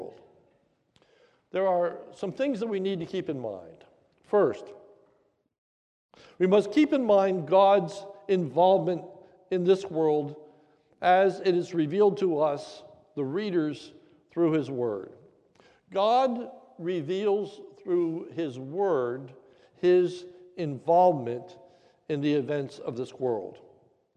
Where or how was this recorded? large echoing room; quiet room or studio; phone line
large echoing room